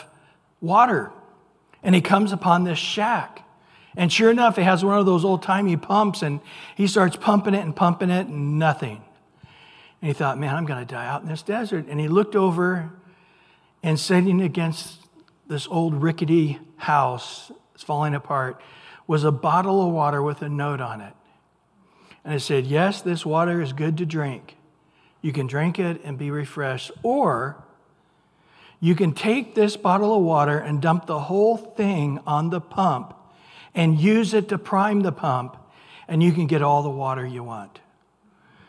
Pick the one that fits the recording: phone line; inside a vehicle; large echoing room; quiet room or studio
large echoing room